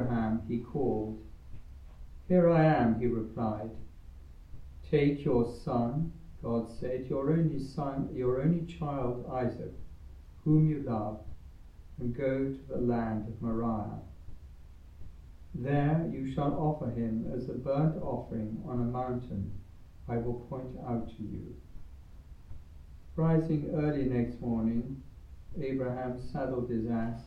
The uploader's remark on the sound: Recorded live at Southgate House on 6 July 2023.